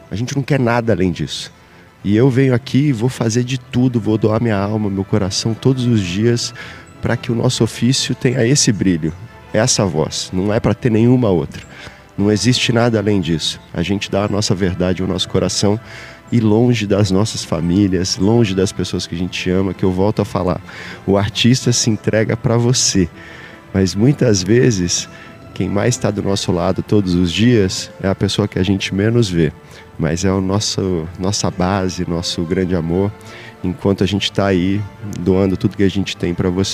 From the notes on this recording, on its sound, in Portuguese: O programa Mesa Redonda foi diretamente de Fazenda Nova, onde acontece o Espetáculo da Paixão de Cristo de Nova Jerusalém.